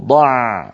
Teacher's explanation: ووضع، انظروا ضع، هل لاحظتم جريان الصوت في العين؟ ولكنه جريان جزئي